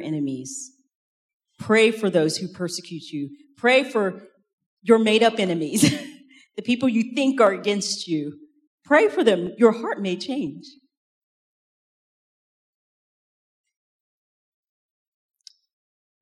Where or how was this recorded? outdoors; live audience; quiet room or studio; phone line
live audience